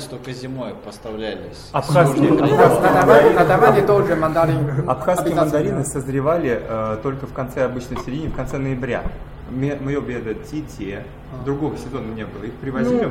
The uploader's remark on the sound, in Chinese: 这次为大家播放的是莫斯科中国俱乐部活动的录音节选。在我们的俱乐部中，俄罗斯人讲汉语，中国人说俄语哦！